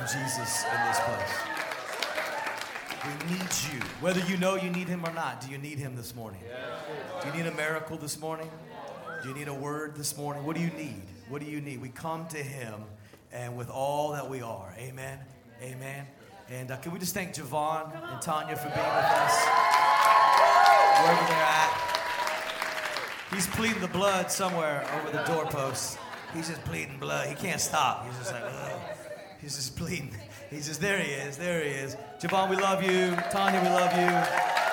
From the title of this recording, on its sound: Sunday Service Live Stream